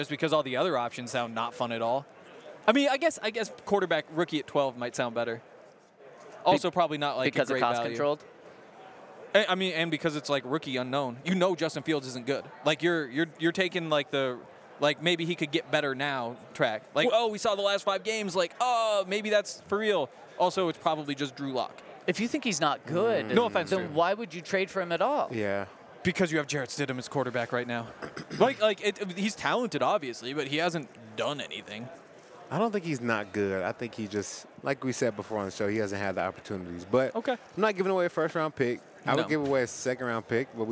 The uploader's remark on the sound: LIVE FROM SUPER BOWL 58 RADIO ROW. An ALLCITY Network Production.